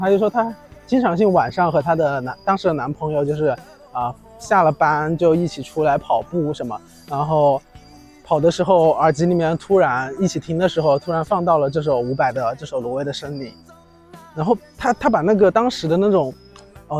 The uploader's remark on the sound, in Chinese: 来到一个新的环境，边走边录，也希望在这个夏天的尾巴，在虫鸣声中